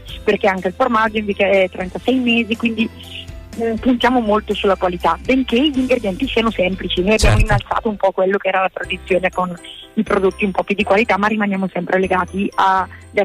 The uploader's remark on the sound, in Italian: Al telefono, la vicesindaco del comune di Pontoglio.